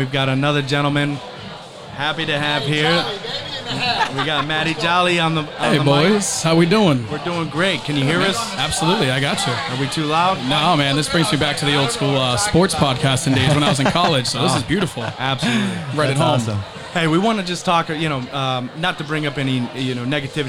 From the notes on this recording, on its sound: Join us in this episode recorded at the Live Real Men Wear Pink Charity Event at Cavo Lounge in Naples Florida.